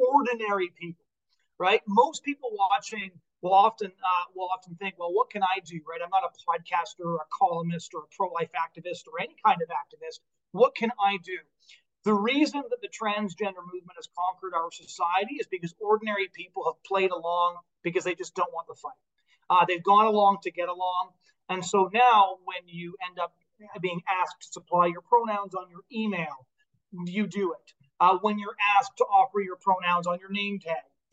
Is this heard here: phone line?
no